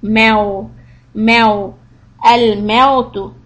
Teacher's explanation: So the sound is going to be أو. The A sound of فتحة، then واو sound. · Term: مدلين